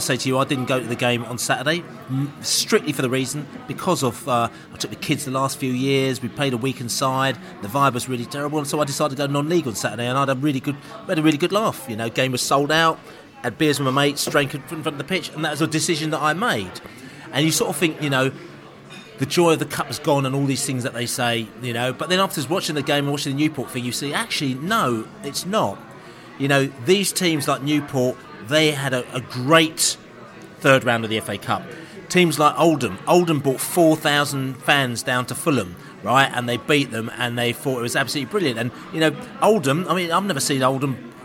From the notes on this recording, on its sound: Stoke City Pre-Match Podcast From the Pub.